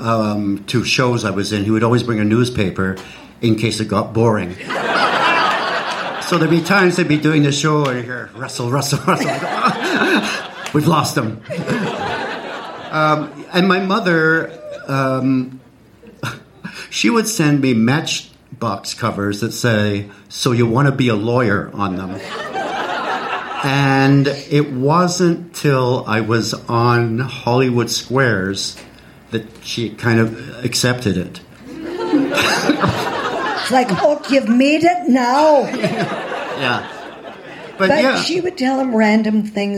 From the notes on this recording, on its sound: LIVE SHOW RECORDING. My first ever live show!!